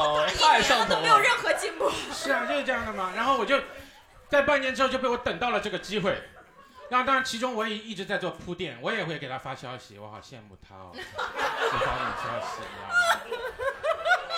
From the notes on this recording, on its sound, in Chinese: 现场有五六十名观众